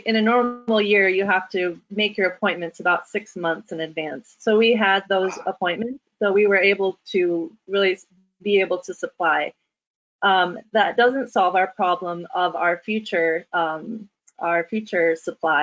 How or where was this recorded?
video call